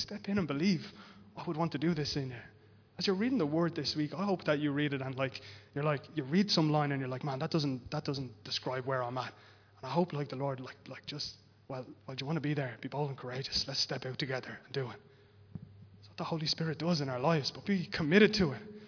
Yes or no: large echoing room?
yes